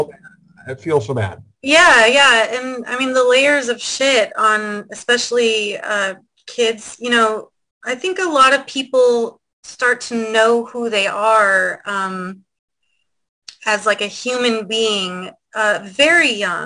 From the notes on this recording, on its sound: This Zoom Show interview we did with her on 4/3/2022